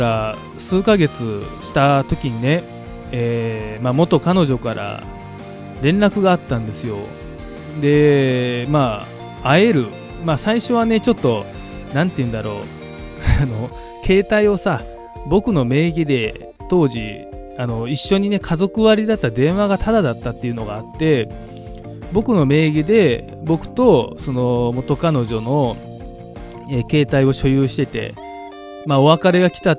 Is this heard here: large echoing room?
no